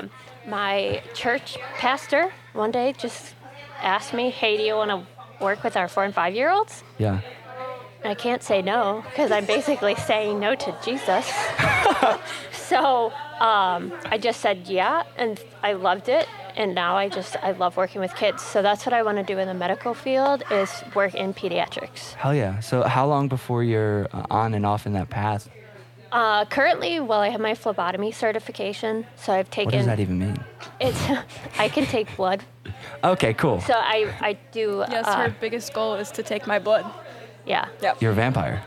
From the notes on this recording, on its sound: As we join Virtues in Motion for their pre-competition live and digital event. We did our best to cut out as much background noise as possible.